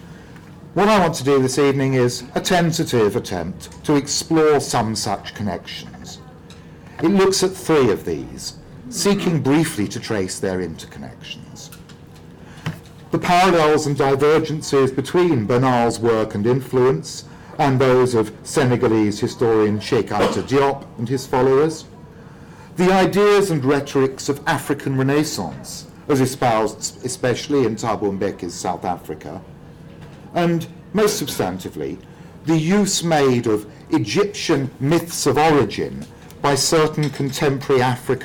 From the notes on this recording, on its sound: speaking at the African Athena conference